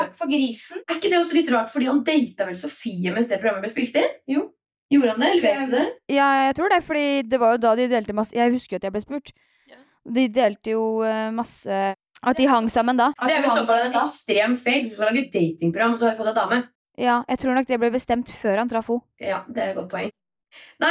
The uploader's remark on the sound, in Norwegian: Og beklager medium lydforhold - de blir bedre neste uke